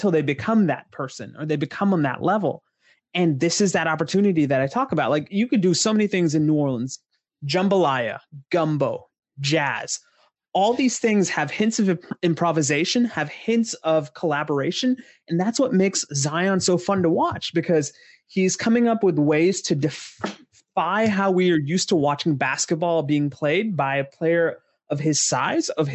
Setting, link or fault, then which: link, video call